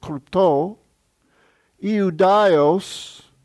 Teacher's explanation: Notice the accents on the last syllable